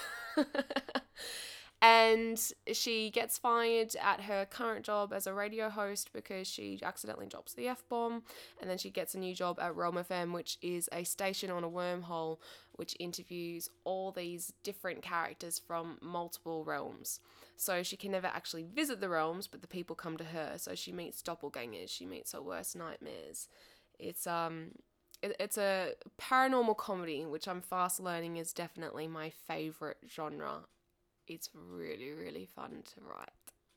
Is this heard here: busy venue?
no